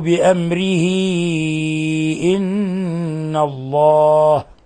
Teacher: الآن إذا وقفنا نقف عليها بأمره، لكن إذا وصلناها تصبح من قبيل الصلة الكبرى، لأنها هاء صلة مدت بسبب وقوع الهمز بعدها، فعوملت معاملة المد المنفصل. · Term: صلة كبرى